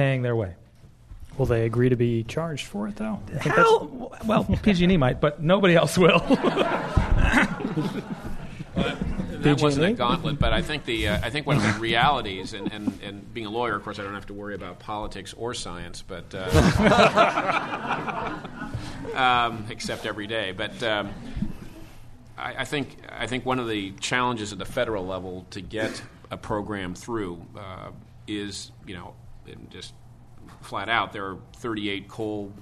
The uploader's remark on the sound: This program was recorded in front of a live audience at The Commonwealth Club on March 27, 2007